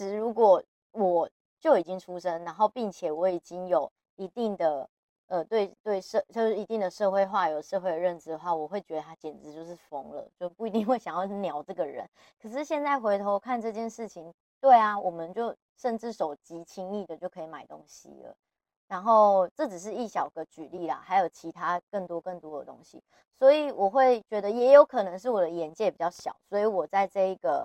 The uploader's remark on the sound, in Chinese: 大家這集耳朵辛苦了，回國換了一個麥克風錄音，真的很不推！